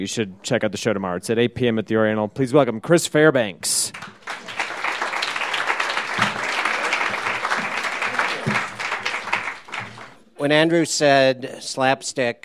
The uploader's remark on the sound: These stories were recorded at The Deer Pile on March 20, 2014